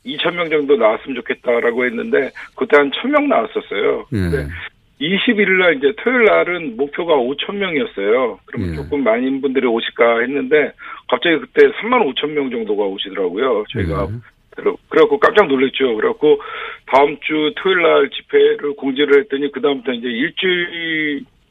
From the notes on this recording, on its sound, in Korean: 전화연결